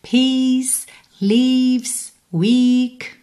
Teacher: temos esse E-A, mas o som é um I comprido